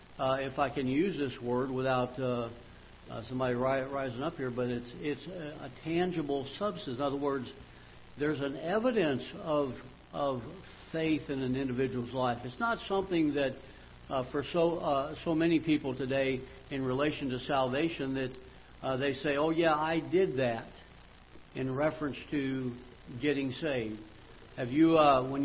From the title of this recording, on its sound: Ketha Heights Baptist Church ~ Live Broadcast